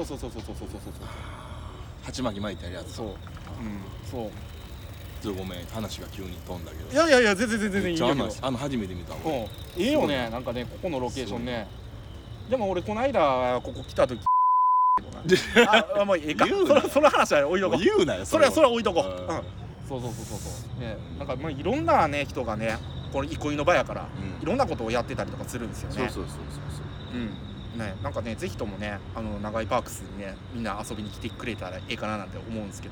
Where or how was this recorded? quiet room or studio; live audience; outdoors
outdoors